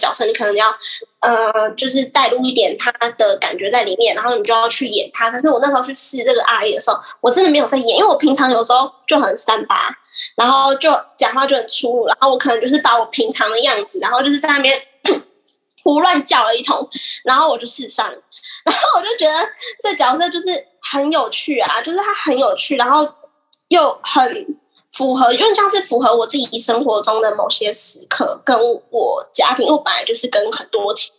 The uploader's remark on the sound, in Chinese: 可惜網路有些不穩定，害怕音質不穩的人請斟酌收聽唷！